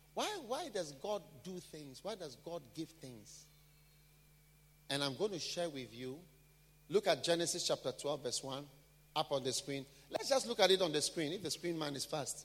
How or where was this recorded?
large echoing room